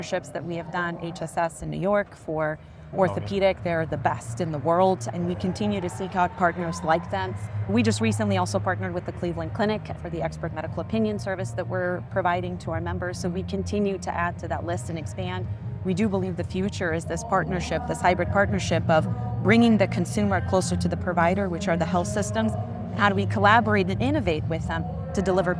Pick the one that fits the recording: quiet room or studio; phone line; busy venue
busy venue